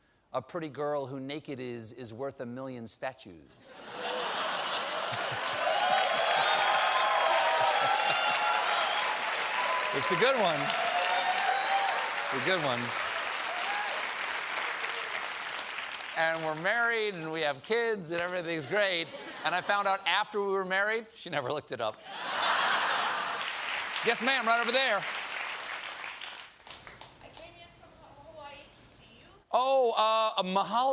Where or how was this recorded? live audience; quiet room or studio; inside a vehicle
live audience